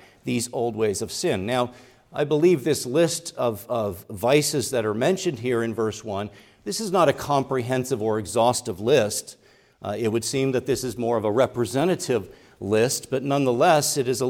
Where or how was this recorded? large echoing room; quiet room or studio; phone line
large echoing room